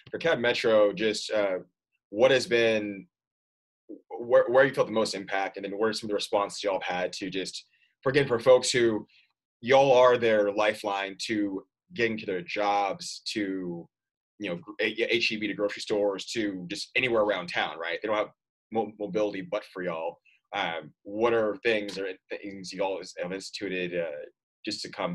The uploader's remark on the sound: This episode was recorded remotely